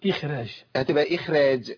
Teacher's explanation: يقصد ان العله في تفخيم الخاء هنا هو تفخيم الراء بعد الخاء، لكن اذا قرانا لورش مثلا فالراء عند ورش ايه مرققه، فتنزل الخاء من التفخيم الى الترقيق